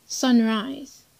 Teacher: flows to the rhythm of a stressed syllable followed by a stressed syllable · Term: spondi